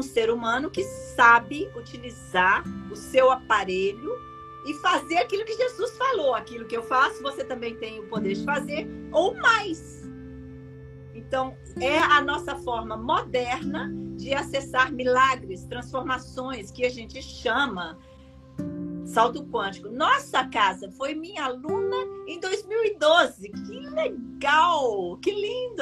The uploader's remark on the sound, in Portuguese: Esse episódio é a Live feita no Instagram